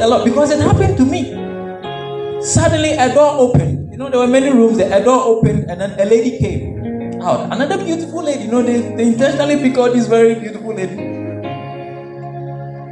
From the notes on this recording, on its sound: This message was preached at the May 2022 edition of the Things of The Spirit Service.